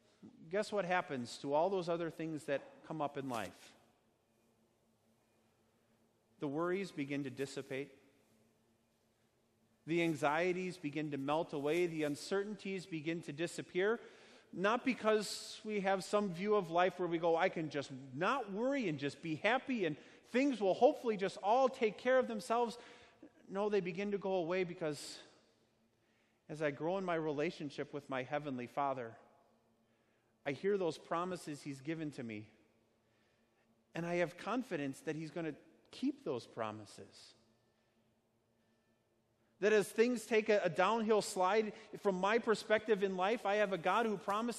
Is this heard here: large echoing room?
yes